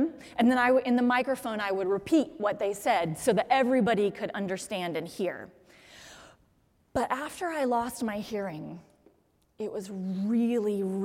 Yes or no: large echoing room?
yes